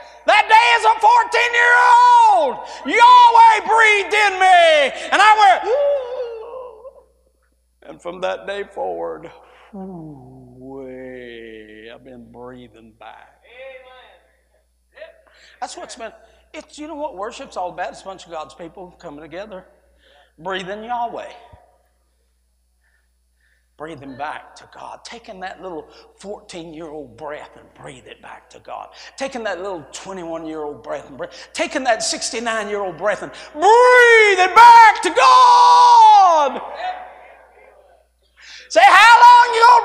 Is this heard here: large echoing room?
yes